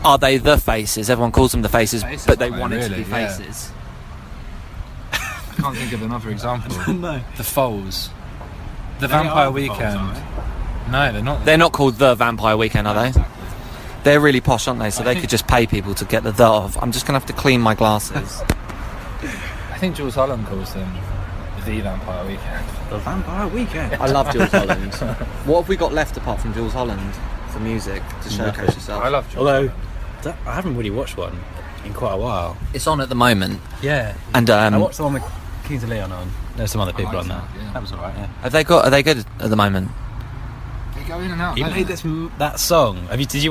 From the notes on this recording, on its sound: comes live from a pricey pub in Clapham